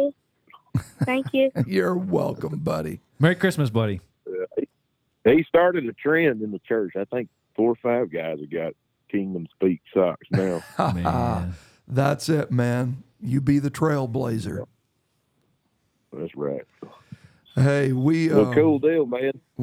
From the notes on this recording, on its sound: This week we bring you gifts, in the form of phone calls to some familiar Kingdom Speak guests.